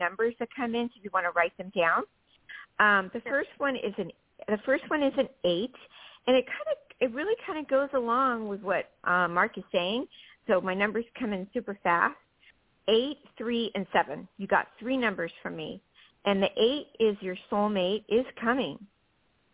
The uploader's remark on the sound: Talk with previously recorded callers. THIS SHOW WAS PREVIOUSLY RECORDED. In this previously recorded episode on Blog Talk Radio.